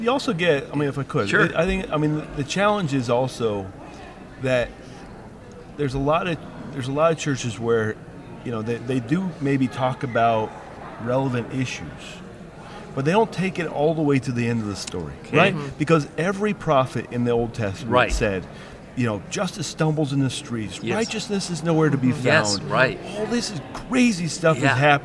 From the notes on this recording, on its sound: at the National Religious Broadcasters Conference